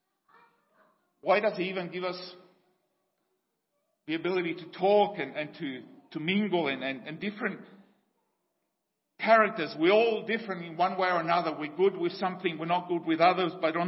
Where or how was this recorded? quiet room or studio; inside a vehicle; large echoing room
large echoing room